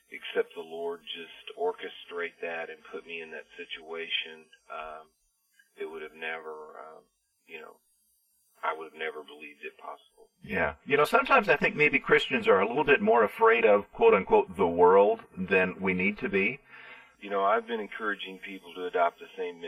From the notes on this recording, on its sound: on the phone